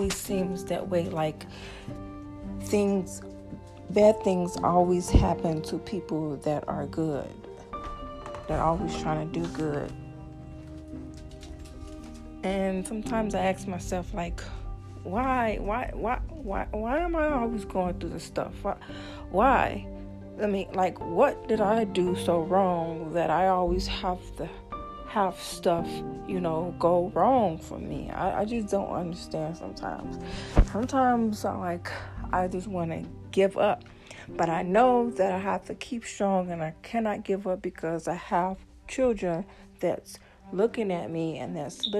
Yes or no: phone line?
no